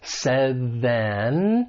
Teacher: So said, it ends with that final d sound. Your tongue is at the top part of your mouth behind your front teeth, and you're going to release right into that voice th · Term: co-articulation